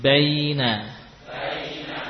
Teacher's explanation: terasa pada tengah lidah betul-betul keluar huruf ya ini